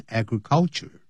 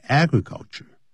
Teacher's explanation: 它重音在第一个音节 · Shown in: second take